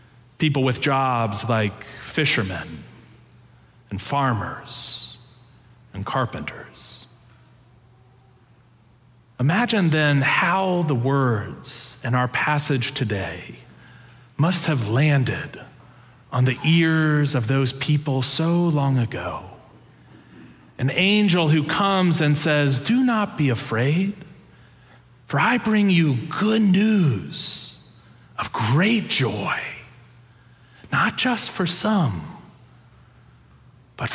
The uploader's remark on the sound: Preached on December 18, 2022, in our Sanctuary worship service.